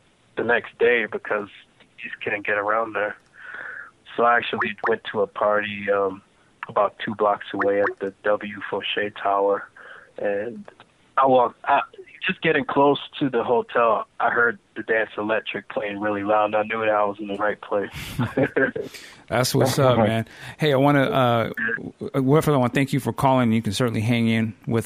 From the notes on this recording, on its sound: we open the phone lines